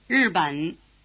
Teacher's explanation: the first syllable, which is nothing but the prolonged R sound